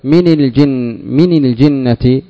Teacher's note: من هي أصلها من ساكنة، بعدها لام ساكنة، حرك الأول بالفتح من للتخفيف، لأنك لو قلت من الجن، من الجنة ثقيلة ومن الجنة خفيفة، الفتح أخف الحركات.